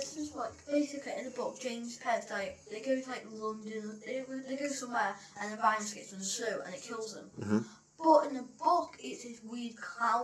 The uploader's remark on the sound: Apology for some poor sound of this one we were having microphone problems.